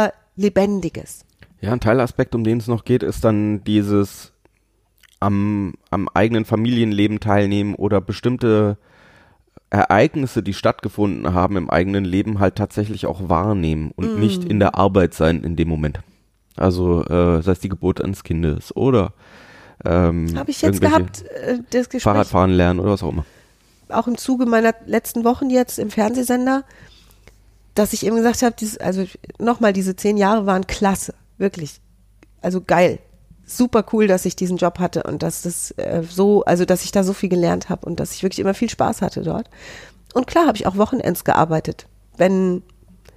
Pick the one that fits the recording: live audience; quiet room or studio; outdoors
quiet room or studio